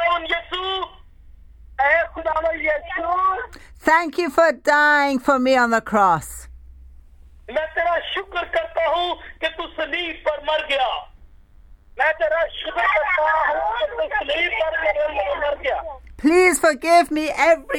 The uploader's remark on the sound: speaking via phone to group in Pakistan